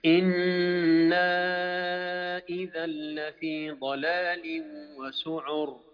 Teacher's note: عندك المد المنفصل أربع حركات